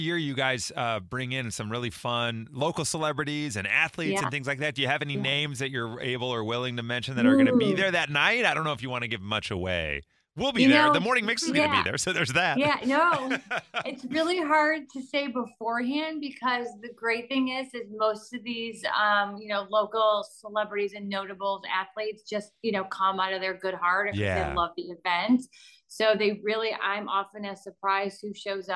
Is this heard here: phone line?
no